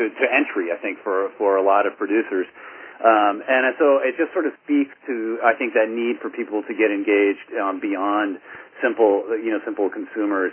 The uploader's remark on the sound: Call recorded on May 12, 2011.